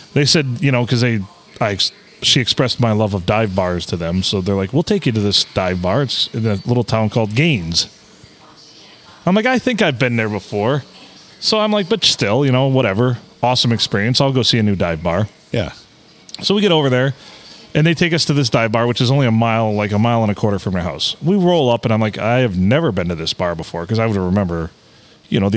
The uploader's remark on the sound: Recorded in Minden City at the Stumble Inn.